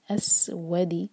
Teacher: اسود واو کے لیے ہوٹ گول کریں گے اور زور دیں گے سکون کے بعد واو ہے